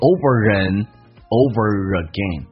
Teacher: Over 跟 again 可以有个连音叫 overagain， and 的 D 去掉